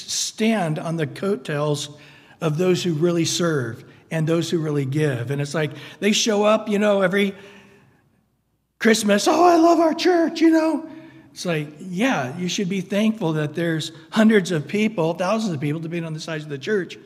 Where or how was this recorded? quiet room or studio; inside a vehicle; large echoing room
large echoing room